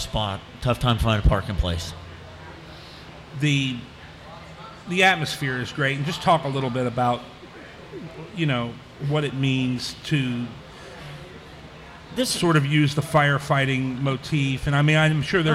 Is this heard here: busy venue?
yes